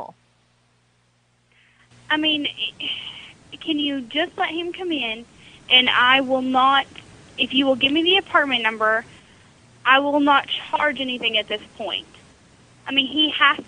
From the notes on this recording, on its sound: Prank Phone Calls